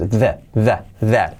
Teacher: Importante que la TH de that, que la hagáis con la lengua entre los dientes y activando las cuerdas, las cuerdas vocales.